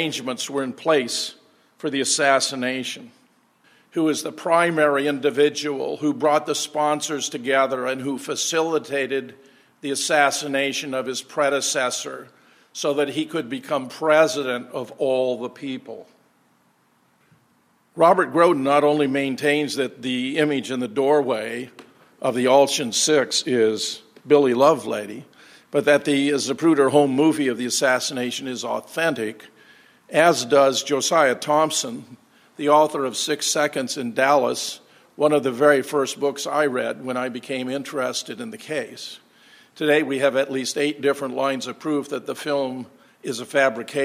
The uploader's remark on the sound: keynote presentation at the JFK 50th Commemoration hosted by the Oswald Innocence Project